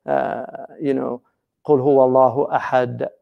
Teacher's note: So the haqq is to, if you say, qul huwa Allahu ahad, so there's a little bounce at the end of that. So that's the qalqala. That's the haqq of the dal.